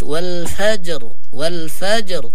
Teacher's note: إذا وقفنا عليها نقرأ الراء بالتفخيم